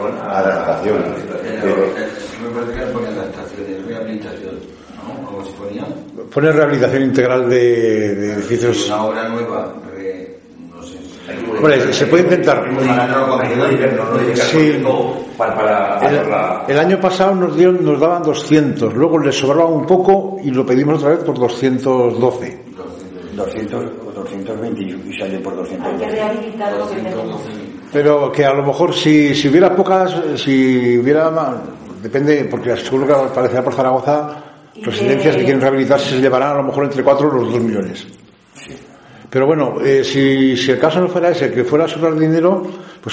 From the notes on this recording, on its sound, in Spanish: Sesión Ordinaria del Pleno del Ayuntamiento celebrada en el Salón de Actos del Ayuntamiento de Cella (Teruel).